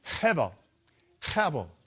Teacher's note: You hear how breathy that word is in just in pronouncing it?